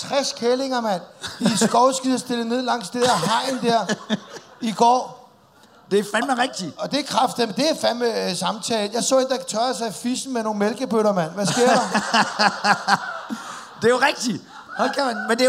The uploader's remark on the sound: Live fra Jelling festival.